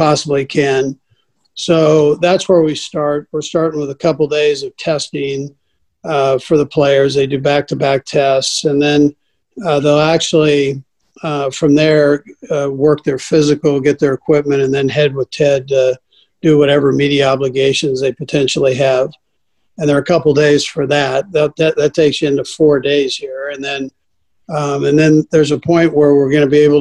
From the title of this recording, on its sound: Zoom conference call